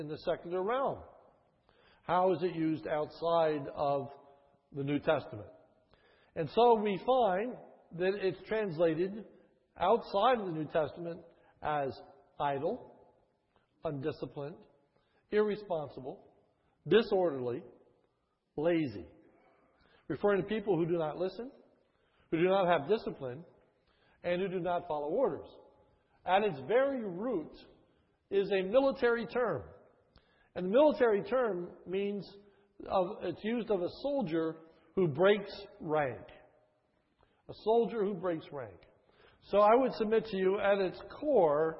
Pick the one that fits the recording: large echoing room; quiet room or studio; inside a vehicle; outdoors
large echoing room